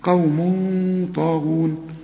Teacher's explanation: تنوين وبعده طاء، والطاء من حروف الإخفاء، عايزين غنة هنا